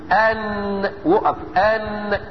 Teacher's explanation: طرف اللسان بيلزق في لثة الاسنان العليا بس من فوق، ما بيطولش اصول الاسنان ابدا · Term: نون مظهرة